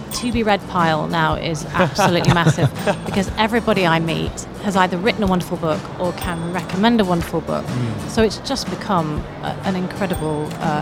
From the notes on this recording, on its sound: Live from SIBF 2023. The 42nd edition of the Sharjah International Book Fair.